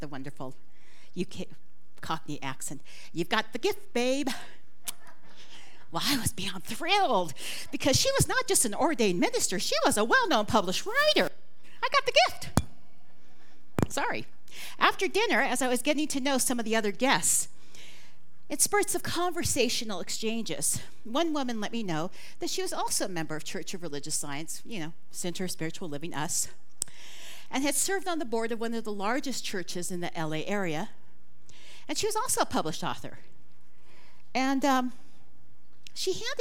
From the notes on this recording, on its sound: This talk was recorded live at the Center for Spiritual Living Prescott on May 21, 2023.